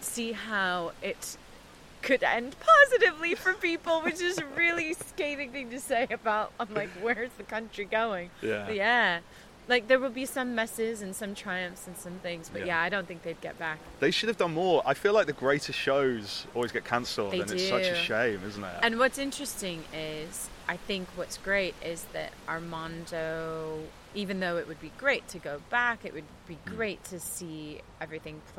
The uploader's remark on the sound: We had the funniest chat at Woodberry Wetlands, by the East Reservoir in Stoke Newington, London.